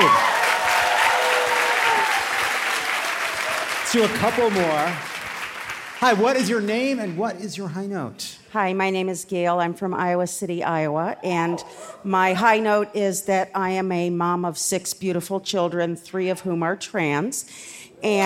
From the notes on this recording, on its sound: (Live from Chicago!). Live from the beautiful Vic Theater.